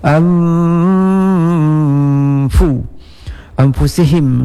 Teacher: nun mati disembunyikan, ikhfa bertemu dengan fa